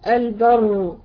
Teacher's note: البر، سكنتيه. طب فخمتها ليه؟ لان قبلها فتح